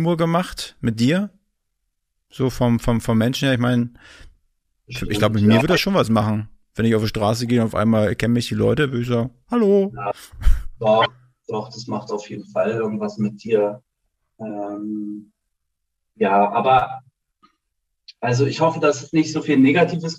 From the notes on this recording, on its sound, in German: via Zoom gesprochen